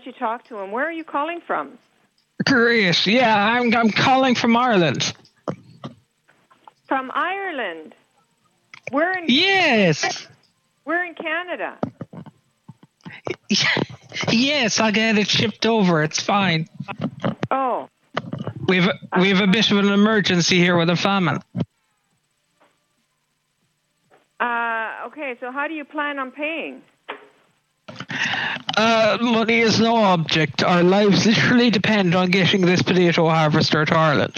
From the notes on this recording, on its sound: We also called up some Facebook live people